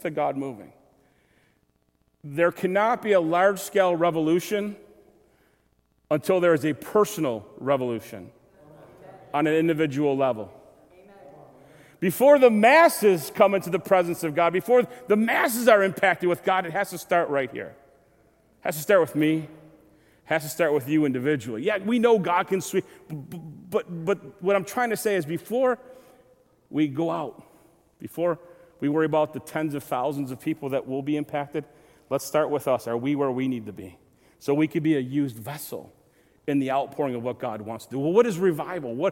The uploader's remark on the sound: Recorded February 26, 2023, at Southtowns Christian Center.